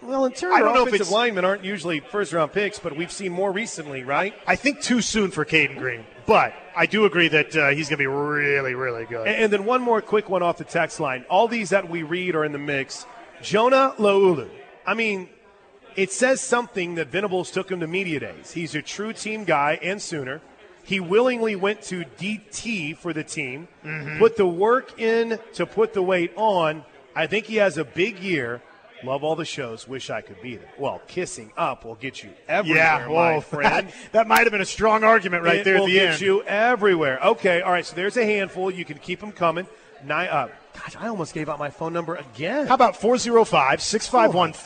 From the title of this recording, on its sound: LIVE FROM BWW IN EDMOND FOR GRIDIRON GIVEAWAY